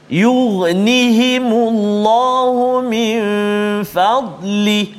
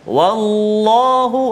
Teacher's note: kita nak lihat huruf lam hanya dibaca tebal ya, ataupun tafkhim pada lafzul jalalah